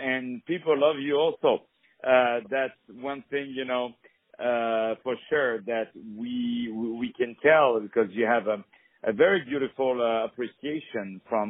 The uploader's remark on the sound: On the phone